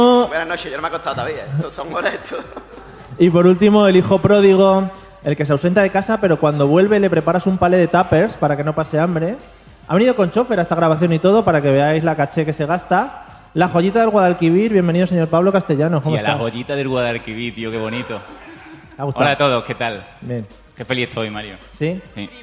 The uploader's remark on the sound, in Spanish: Episodio muy especial grabado en directo en las XI Jornadas de Podcasting en Málaga.